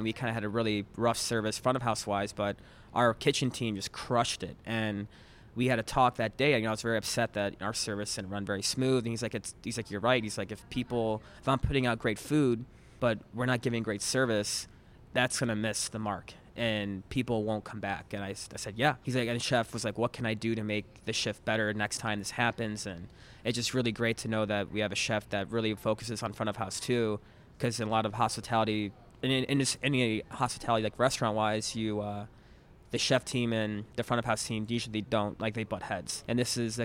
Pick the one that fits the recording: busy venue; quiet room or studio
busy venue